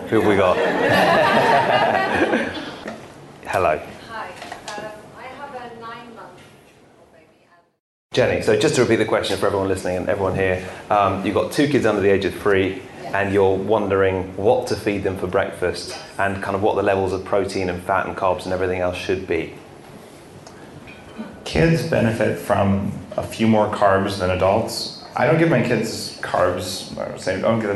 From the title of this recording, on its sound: Live from London